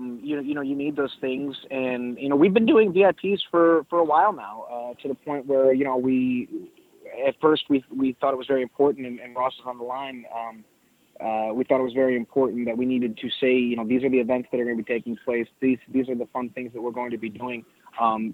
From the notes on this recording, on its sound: This is the full audio from the July 17, 2018 Impact Media Call.